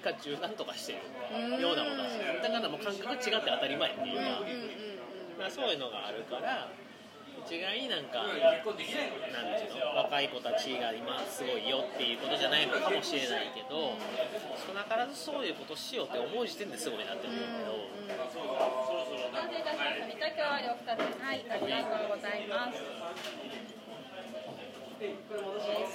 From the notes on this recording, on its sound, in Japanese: 今回のトークは、初の居酒屋収録。居酒屋収録という事で、周りのガヤガヤ感が臨場感ありますが、 その分、多少聞きにくい部分もあるかと思います。